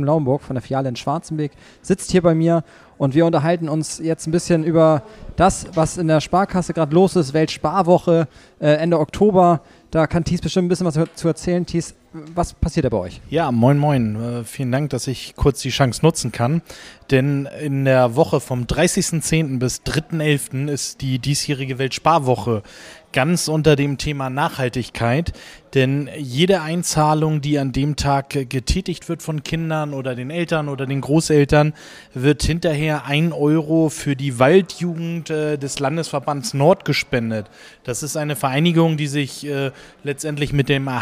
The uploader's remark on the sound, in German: LIVE vom Partnertreffen